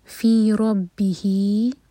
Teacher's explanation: حاج ابراہیم، بابر قلقلہ راہوی، اور ہی ہا کے نیچے کسرا، اس کے بعد ہے یا، تو یہ ہے مد طبعی دوہر کا لمبا. فی ربہی، فی دوہر کا، اس کو چھوٹا نہ ہونے دیں